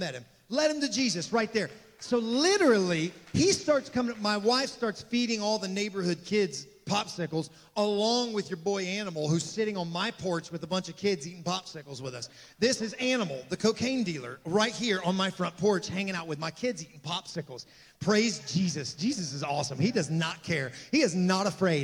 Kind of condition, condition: setting, large echoing room